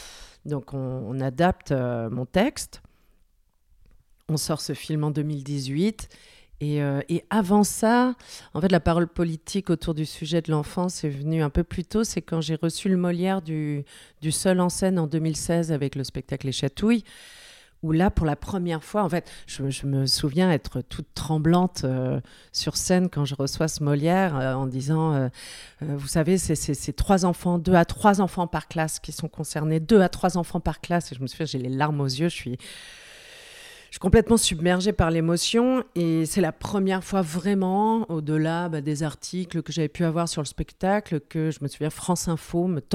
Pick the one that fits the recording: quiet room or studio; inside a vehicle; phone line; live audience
quiet room or studio